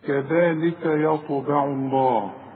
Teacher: الطاء هتلاقي عليها سكون، لازم تقلقل. القلقلة إذا كانت في وسط الكلمة الشرط يكون عليها سكون، أو هتقف على الحرف سواء مفتوح مضموم مكسور اي حاجة، لان احنا كمان بنسكن الحرف، واخد بالك؟